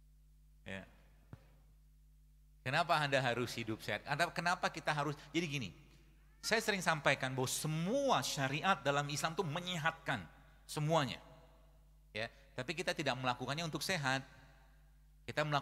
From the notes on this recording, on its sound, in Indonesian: Sebuah rekaman kajian di masjid Daaruttauhid Bandung